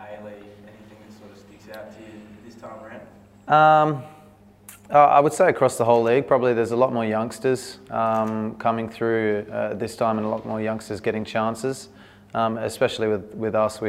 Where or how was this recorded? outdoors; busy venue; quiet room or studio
busy venue